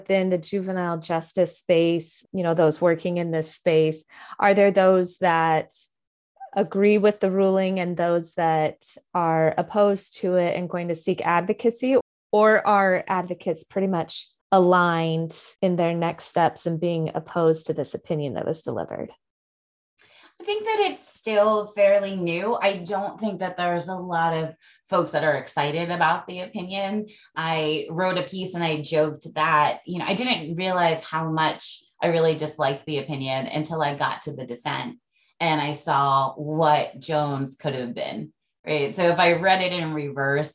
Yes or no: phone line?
no